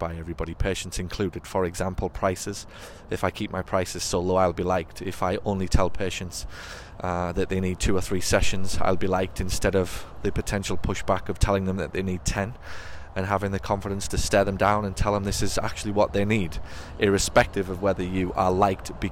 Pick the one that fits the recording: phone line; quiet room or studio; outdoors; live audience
outdoors